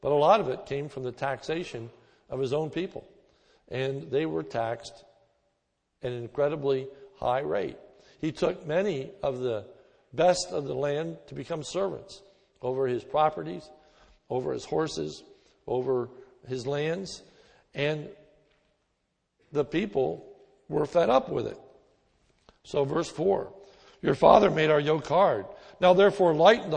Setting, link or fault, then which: setting, large echoing room